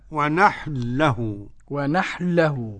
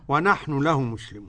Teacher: قرأ السوسي بإدغام النون في اللام · Shown in: first take · Term: الإدغام